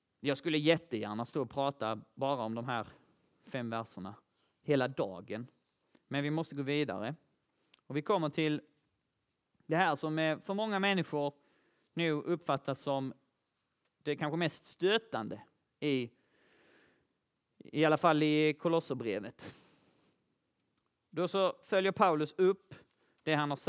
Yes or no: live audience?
yes